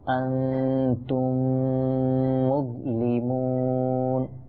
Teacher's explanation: ইদগামে শাফাউই হচ্ছে মিম সাকিনের পর যদি অন্য একটি মিম আসে তখন সেই মিম সাকিনকে ইদগামে শাফাউই করে পড়তে হবে, অর্থাৎ গুণা করে পাঠ করতে হবে। যেমন উদাহরণস্বরূপ মনে করুন আনতুম মুজলিমুন, এই শব্দে আপনি দেখবেন আনতুম এর পরে মিম সাকিন আসছে, অতঃপর আরেকটি মিম মুজলিমুনের শুরুতে আসছে।